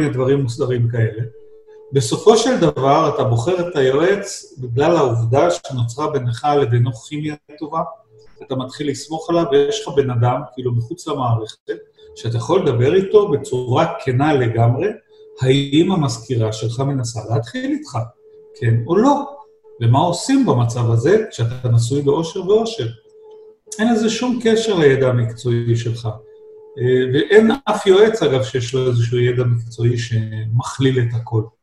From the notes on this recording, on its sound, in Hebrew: כולנו בבית וגם תוכנית זו הוקלטה בזום בבית.